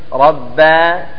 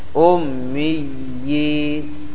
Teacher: اجتماع ياءين أحدهما مشددة مكسورة هي الأولى والثانية ساكنة، المد يكون في الثانية الساكنة. · Term: مد التمكين